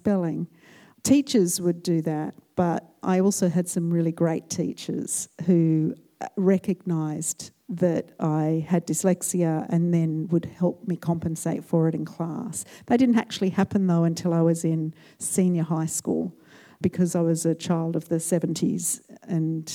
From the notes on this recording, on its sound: Recorded at the Marion Cultural Centre. In front of a full house.